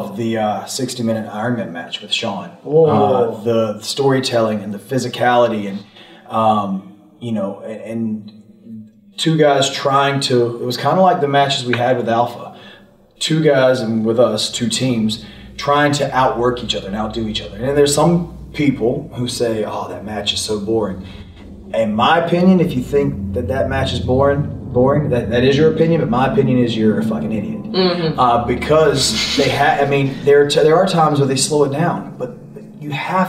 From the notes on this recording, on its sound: This podcast episode was filmed live in Jacksonville, FL. The audio is from the video feed.